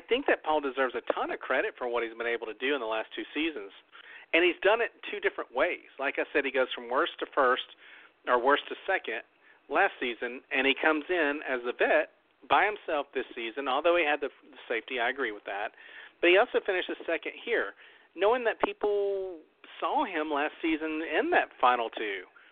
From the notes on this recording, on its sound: We talk about ALL the events of the FINALE plus open the phone lines.